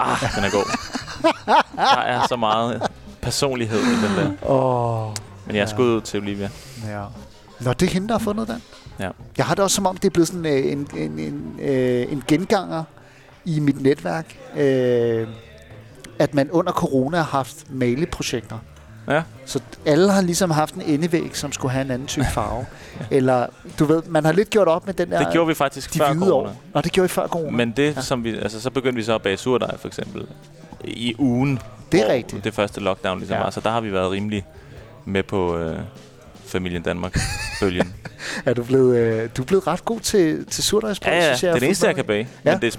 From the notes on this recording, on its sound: Live fra Salen. Dørene åbner for første gang efter Lockdown & vi sendte live i salen.